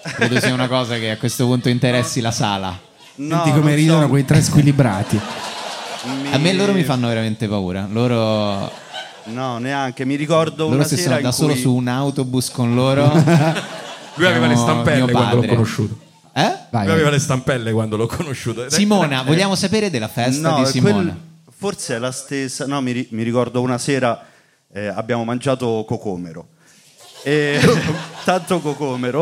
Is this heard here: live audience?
yes